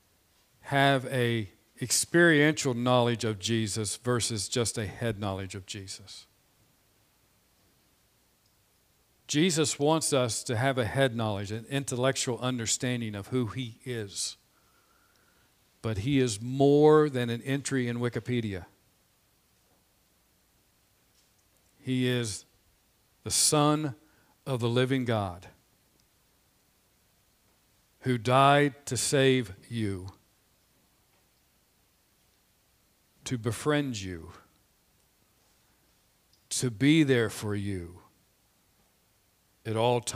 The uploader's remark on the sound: This Sermon was preached on Sunday, March 21, 2021 from the pulpit of Grace Community Church in Berea, KY.